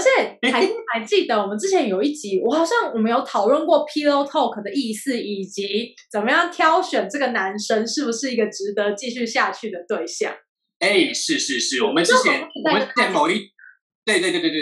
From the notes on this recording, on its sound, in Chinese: 本集採遠距錄音，因網路問題，時有斷訊、音訊不良或是雜音狀況產生